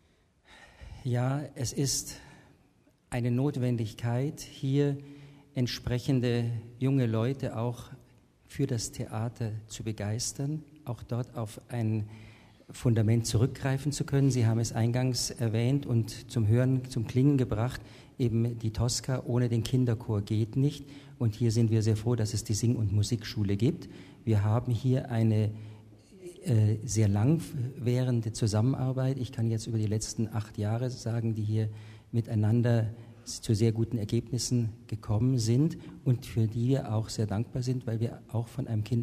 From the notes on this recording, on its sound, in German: Live aus dem Neuhaussaal zu Regensburg. Als kleines Geburtstagsständchen präsentiert das Musikmagazin „taktlos“ live im Rahmen des Jubiläums-Starts aus Regensburgs Neuhaussaal dieses intelligente Projekt. Live-Musik liefern Ensemble-Mitglieder des Stadttheaters, Musikschülerinnen und Schüler.